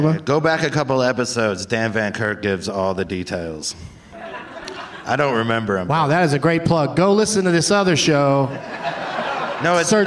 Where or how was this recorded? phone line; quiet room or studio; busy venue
busy venue